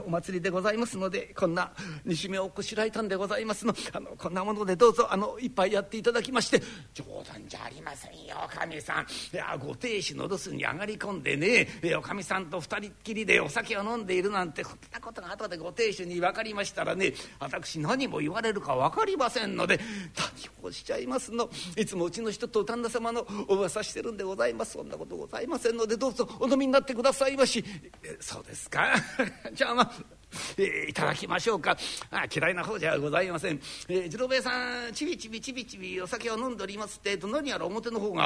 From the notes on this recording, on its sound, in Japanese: 築地本願寺・ブディストホールにて収録した